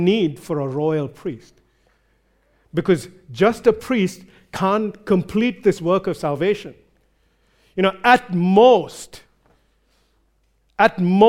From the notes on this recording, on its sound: recorded live at Grace Community Bible Church